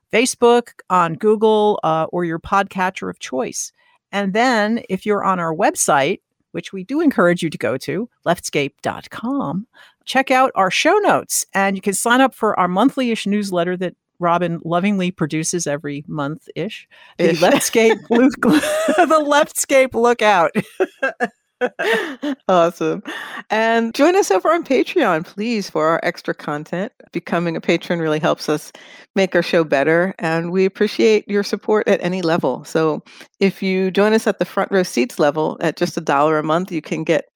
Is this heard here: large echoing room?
no